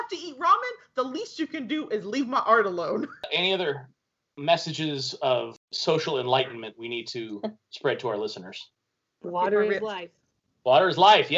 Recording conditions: poor sound quality